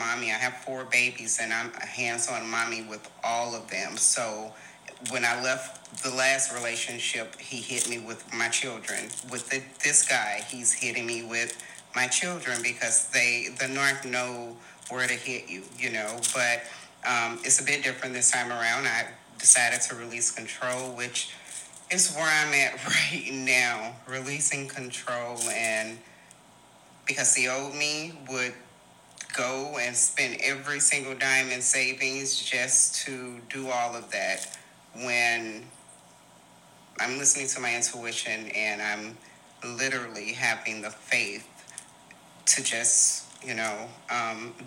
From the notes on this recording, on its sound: please forgive any background noise